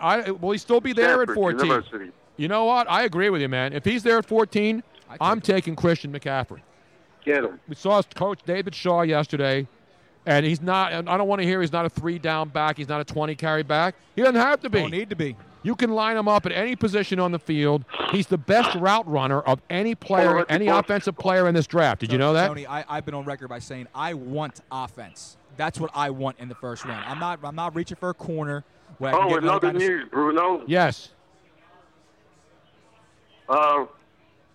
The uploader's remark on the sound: We were LIVE from the #NFLDraft2017 Philadelphia. 6 hour Draft Fest LIVE from the Draft Headquarters in Philadelphia.